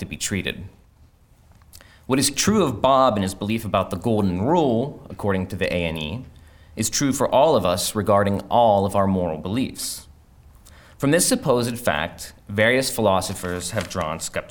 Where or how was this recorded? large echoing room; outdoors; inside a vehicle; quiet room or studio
large echoing room